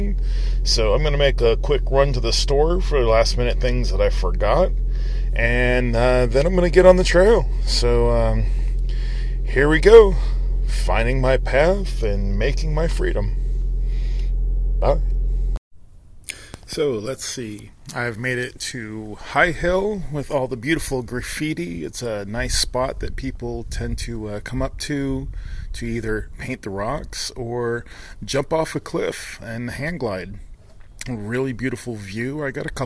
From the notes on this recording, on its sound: My uncut recordings while on the Appalachian Trail.